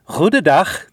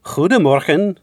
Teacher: typically pronounced with the voiceless velar fricative, the ch sound.